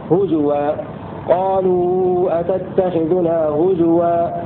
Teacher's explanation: حفص يقرأ بالواو مع ضم الزاي في لفظ هزوى